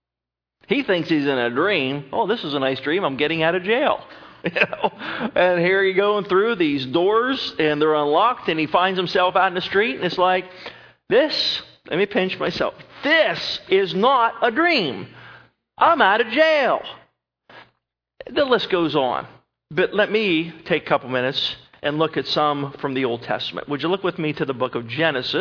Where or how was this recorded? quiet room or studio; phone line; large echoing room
large echoing room